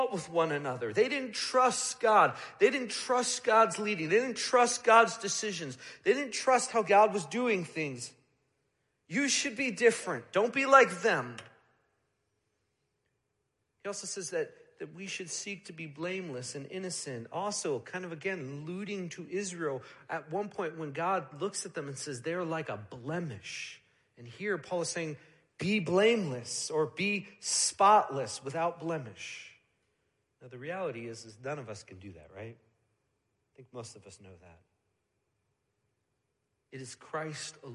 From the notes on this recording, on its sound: Midland Evangelical Free Church Sermon Audio